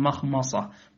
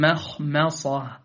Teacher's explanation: الميم في كلمة مخمصة مجاورة للخاء والصاد فاحذر من تفخيمها · Shown in: second take